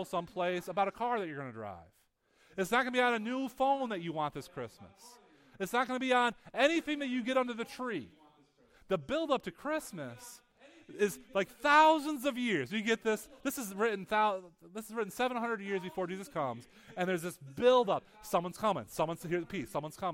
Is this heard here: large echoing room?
yes